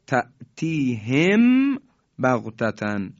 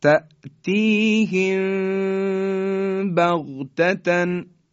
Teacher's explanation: چون ما دیگه وقتی که اخفا میکنیم میم ساکن رو کاملا خوب اظهار نمی کنیم، نمیگیم تأتیهم بغتتن. یه مقداری بین لبها رو خیلی کم باز میذاریم، صدا در فضای بینی صفت غنه داره، بعدن حرف با رو میگیم · Shown in: second take